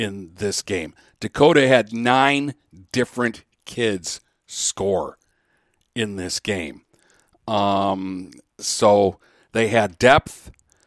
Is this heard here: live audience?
no